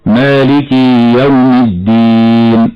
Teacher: المبالغة في كسرة الكاف حتى يخرج بعدها حرف الياء هكذا خطأ مالك يوم الدين، وهو خطأ، والصواب ألا نبالغ في كسرة الكاف هكذا مالك يوم الدين.